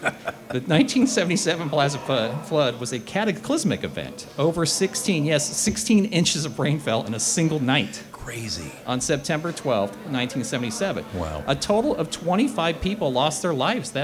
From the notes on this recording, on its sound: We recorded it live in front of an audience at Buffalo State Pizza!